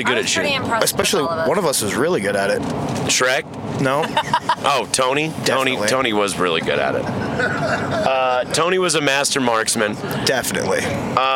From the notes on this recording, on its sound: This episode was recorded in the van while driving using an iphone and a split lavalier mic which we passed around the van. Straight up, there are moments when the quality is so poor as to make it nearly unlistenable.